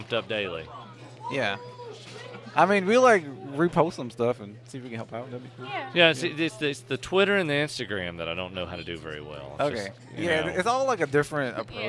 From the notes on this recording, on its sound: We got to celebrate FREE COMIC BOOK DAY 2017 at our favorite comic book store - The Battlegrounds Games and Comics in Dalton, GA